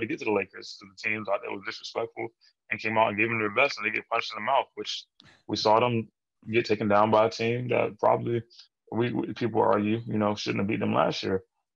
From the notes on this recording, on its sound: The two record this podcast virtually